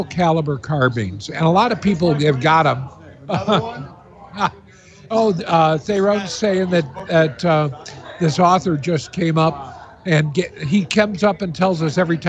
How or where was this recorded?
busy venue